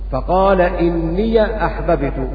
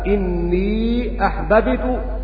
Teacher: فقال إني أحببت بفتح ياء الإضافة لنافع وابن كثير وأبي عمرو، وقرأ باقي القراء بسكون الياء إني أحببت، وكل منهم على أصله في توسط المنفصل ومده.